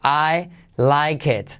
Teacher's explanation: la T última la ponemos entre paréntesis porque casi no se pronuncia. No se dice I like it, sino I like it.